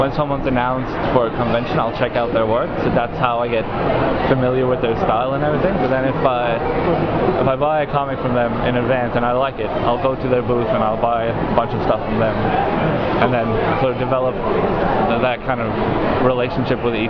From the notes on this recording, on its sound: talks to the punters at Oz Comic-Con in Melbourne